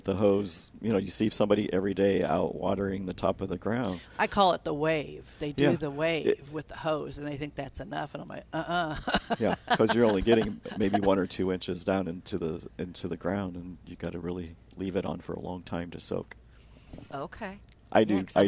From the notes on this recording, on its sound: Plant Experts Live at Prairie Gardens.